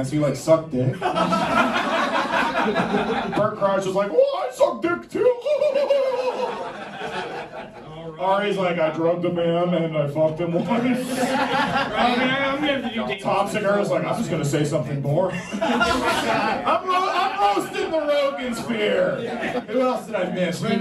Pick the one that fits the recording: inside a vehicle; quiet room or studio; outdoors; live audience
live audience